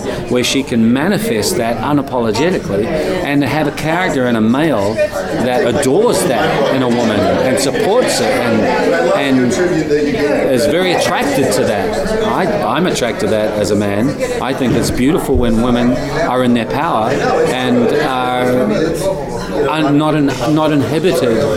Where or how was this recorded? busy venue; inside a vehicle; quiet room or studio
busy venue